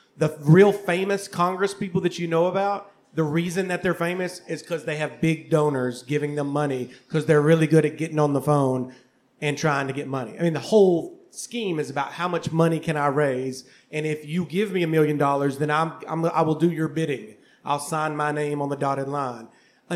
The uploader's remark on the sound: Recorded live at Kollective Coffee + Tea in Downtown Hot Springs, Arkansas.